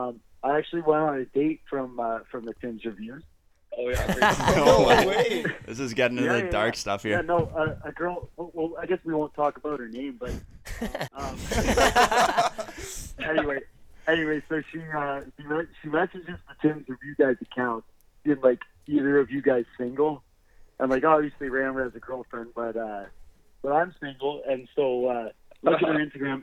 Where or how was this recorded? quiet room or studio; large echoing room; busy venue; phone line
phone line